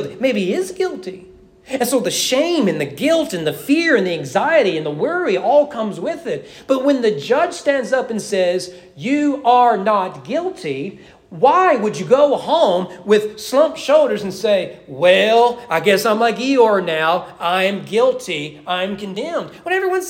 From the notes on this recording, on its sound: Sermon preached at East Frankfort Baptist Church on November 5, 2023 during morning worship.